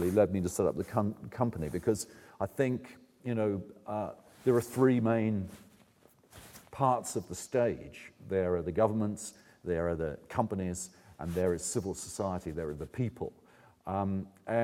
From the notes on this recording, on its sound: presents the closing keynote speech for the Oxford Climate Forum 2010